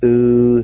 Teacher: there's a faint H sound right before the L